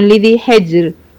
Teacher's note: هنا راء ساكنة، قبلها جيم ساكنة، قبلها حاء مكسورة، هترقق